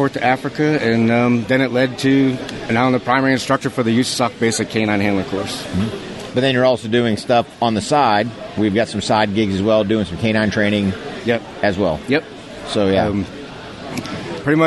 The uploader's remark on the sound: Live from the Muscatatuck Urban Training Center for the ATK9 Training Conference.